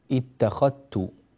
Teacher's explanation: فأدغم الذال في التاء